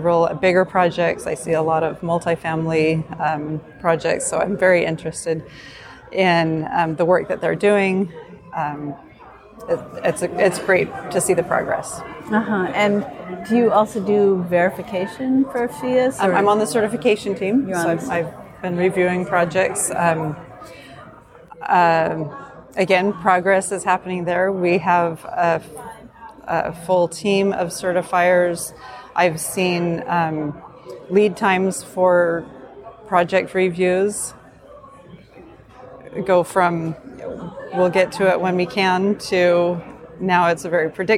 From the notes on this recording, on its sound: In this special bonus episode recorded at the PhiusCon 2023